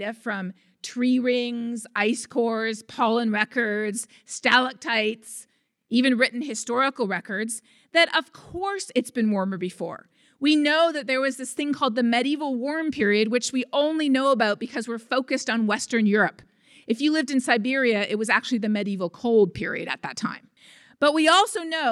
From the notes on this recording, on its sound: RECORDED: Wednesday, September 11th, 2019 at the Wendy Williamson Auditoroum. RECORDED: Wednesday, September 11th, 2019 at the Wendy Williamson Auditoroum. Features local lectures and forums recorded at public events taking place in Southcentral Alaska.